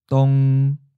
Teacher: Seventh tone, mid flat.